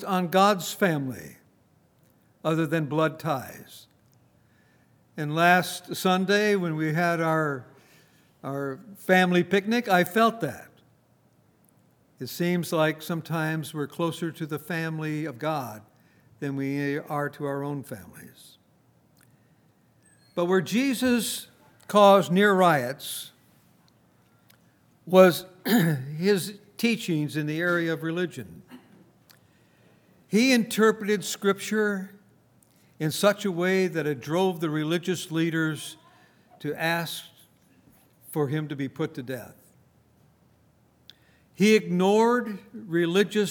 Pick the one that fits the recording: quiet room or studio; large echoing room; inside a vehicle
large echoing room